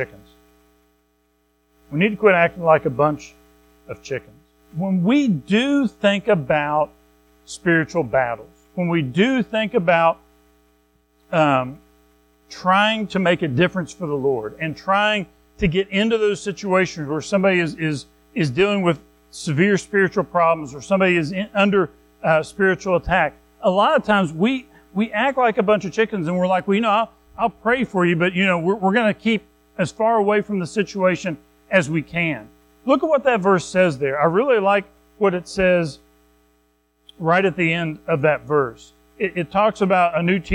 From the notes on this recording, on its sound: Recorded at Madison Baptist Church in Madison WV